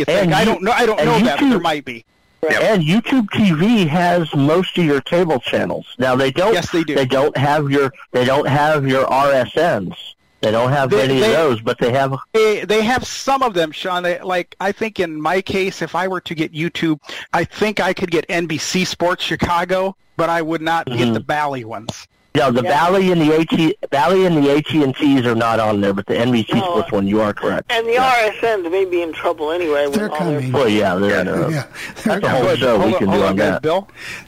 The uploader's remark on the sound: take your live calls